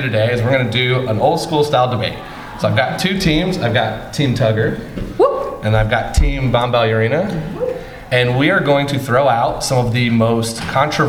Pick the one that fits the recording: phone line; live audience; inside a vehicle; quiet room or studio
live audience